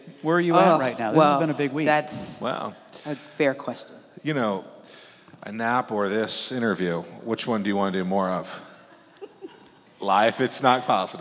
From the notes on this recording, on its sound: This episode is part three of three Fervent Four Show episodes that were recorded at the Mighty Dream Forum.